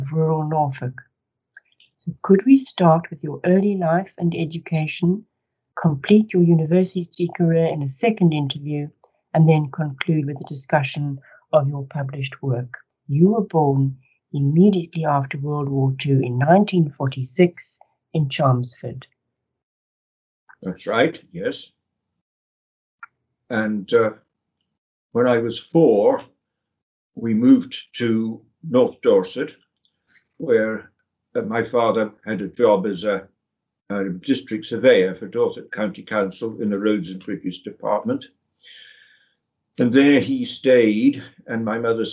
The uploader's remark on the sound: The interview was recorded online.